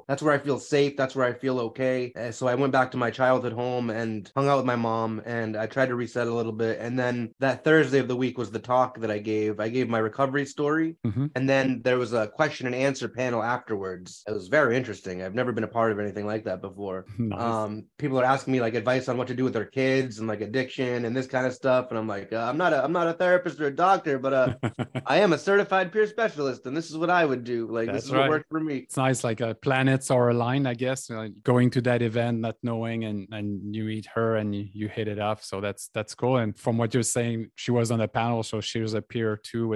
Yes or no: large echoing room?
no